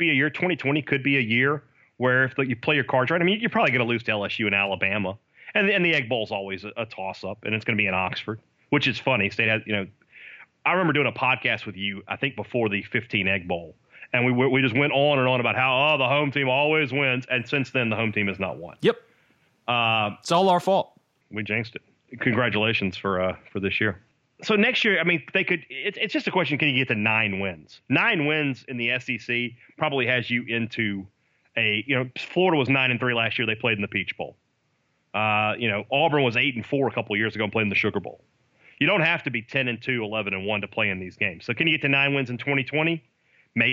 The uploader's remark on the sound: Call in from fall camp. On the Modern Woodmen phone line.